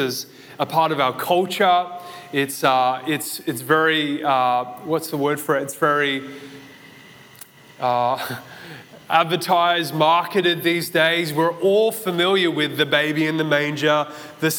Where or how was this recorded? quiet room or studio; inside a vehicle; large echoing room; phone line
large echoing room